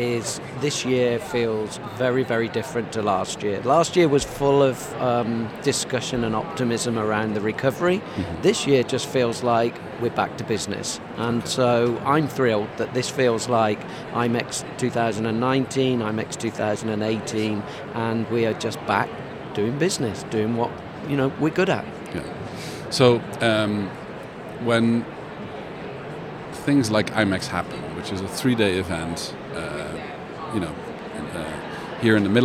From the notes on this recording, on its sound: Live from #IMEXAmerica.